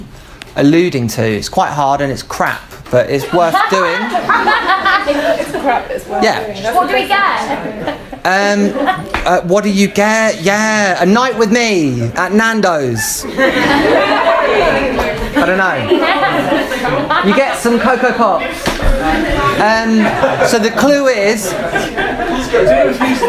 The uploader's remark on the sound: Live from SOFAR SOUNDS! Join us for a rockin party of secret live music and laughs in a secret location and with a secretly groundbreaking MC!